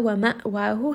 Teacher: hamza here is going to have a little bit of jahr. So make sure that you have that sharpness of the sound, abruptly cut off the sound.